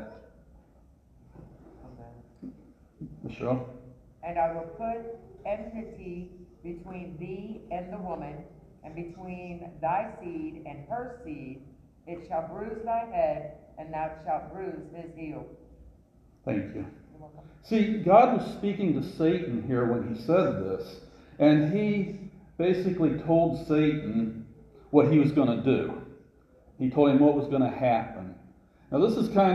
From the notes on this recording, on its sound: This sermon was recorded live at CrossRoads Baptist church for their 20-20-20 service.